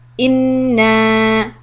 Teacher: Sometimes the noon carries a alif after it and it becomes inna, so two harakat. · Term: mad tabi'i